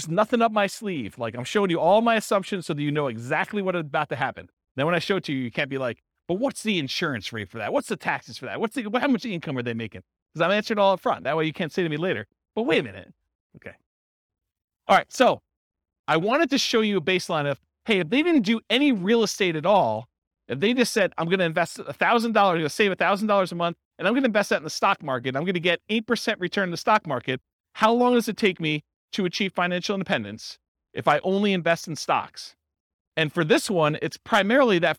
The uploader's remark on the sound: This was a live class recorded